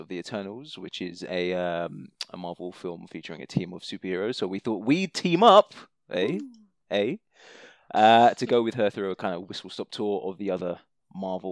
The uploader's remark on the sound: Mixed recording quality - sorry!